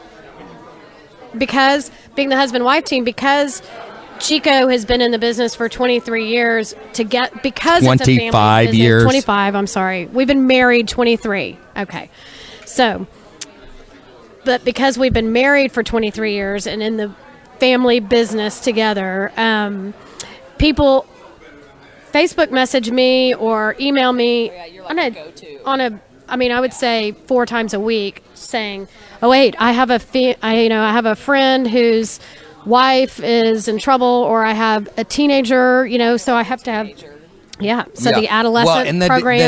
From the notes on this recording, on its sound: Live at Dallas Symposium